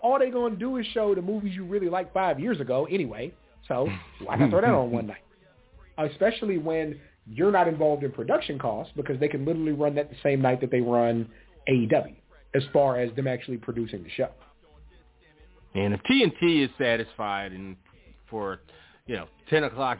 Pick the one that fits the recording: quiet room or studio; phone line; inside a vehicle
phone line